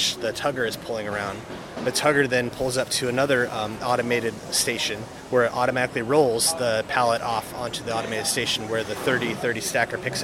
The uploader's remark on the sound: At The Raymond Corporation's MODEX 2020 booth.